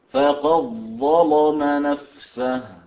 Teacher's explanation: تغليظ اللام حين قرأ فقد ظلم نفسه